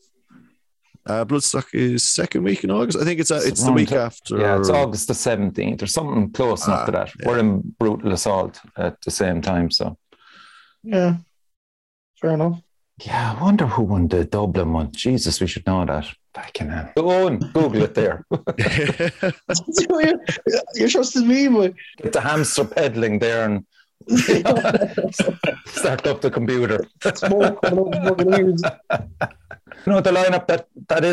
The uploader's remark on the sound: organised a Podcast via Zoom